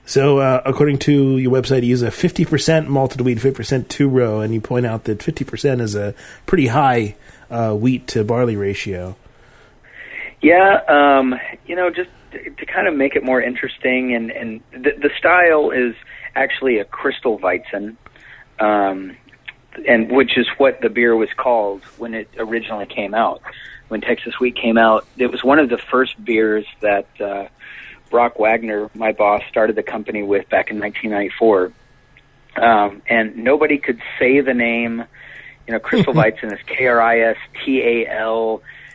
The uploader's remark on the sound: It's a tele-tasting with Saint Arnold Brewing Company . On the phone is.